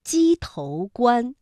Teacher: 鸡头的头它是有声调的，是读二声